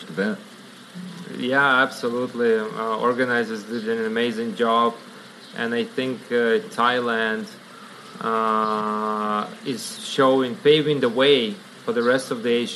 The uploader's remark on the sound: Recorded in Thailand during the Asia International Hemp Expo. Recorded in Thailand during the Asia International Hemp Expo.